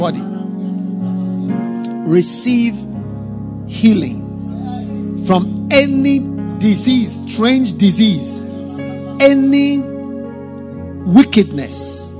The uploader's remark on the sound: Preached at the FLOW Service, First Love Church